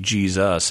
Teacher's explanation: In English, when we have an S between two vowels, so it's an intervocalic S, right. We tend to pronounce it as Z, which is why we say Jesus in English.